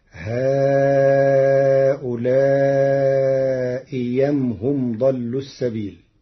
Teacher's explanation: قرأ ورش كلمتي هؤلاء أم بإبدال الهمزة الثانية ياء خالصة مفتوحة فتصير: هؤلاء يم هم ضلوا السبيل.